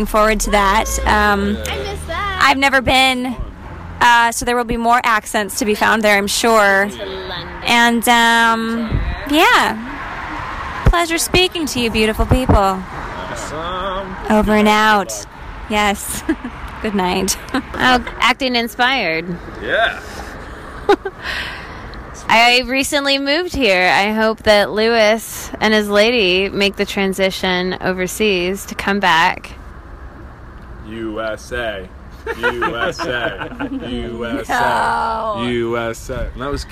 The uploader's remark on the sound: we went to the pub for a bevy and I pressed play on me recording thingy.